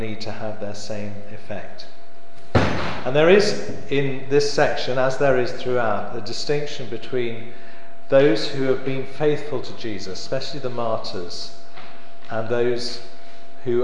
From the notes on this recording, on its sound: The annual Friends of St James lecture from September 2014.